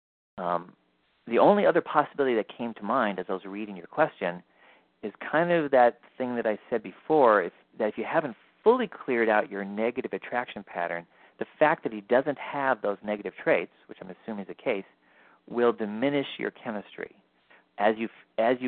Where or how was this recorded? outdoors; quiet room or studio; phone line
phone line